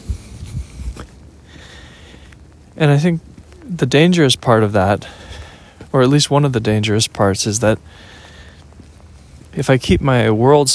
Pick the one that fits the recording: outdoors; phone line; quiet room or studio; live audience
outdoors